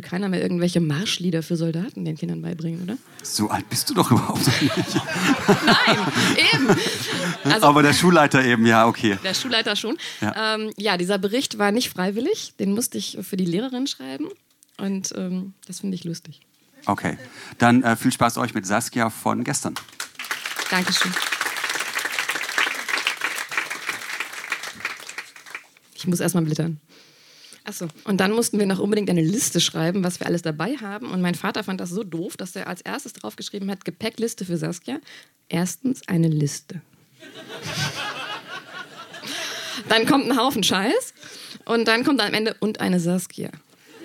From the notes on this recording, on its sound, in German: Ausschnitte aus der Veranstaltung vom 24.03.2019 in der Wohngemeinschaft, Köln. Heißen Dank an die Wohngemeinschaft, unser tolles Publikum.